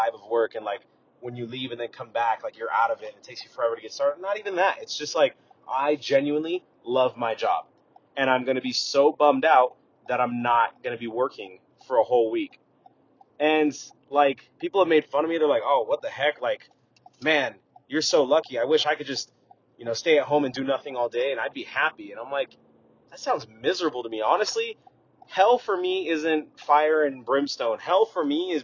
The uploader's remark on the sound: Straight from the car! No editing involved in this episode, straight from the phone to you!